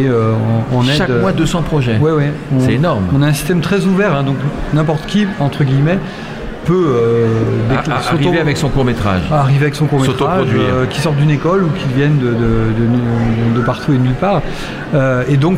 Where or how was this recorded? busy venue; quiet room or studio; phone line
busy venue